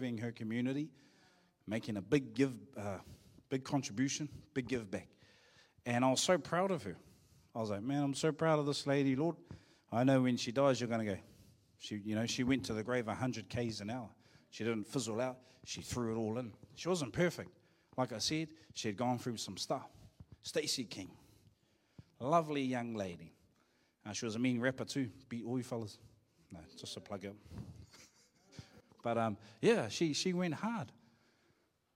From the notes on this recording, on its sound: Live from IwiTapu Destiny Church Hawkes Bay